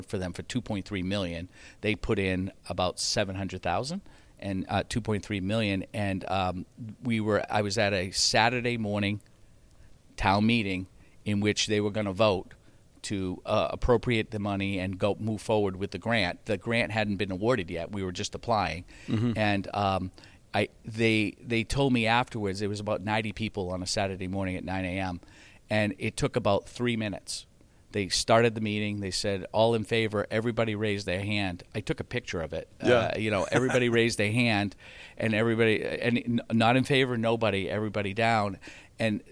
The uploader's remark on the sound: tunes in from Broadband Communities in Houston for an interview